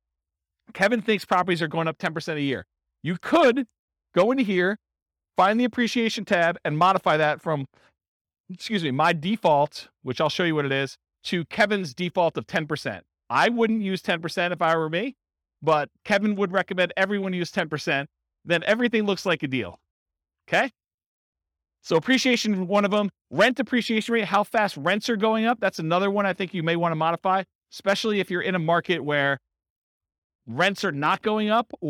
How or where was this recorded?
live audience